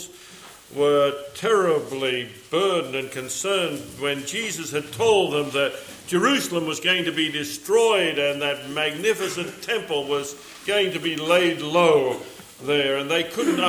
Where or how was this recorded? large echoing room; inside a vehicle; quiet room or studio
large echoing room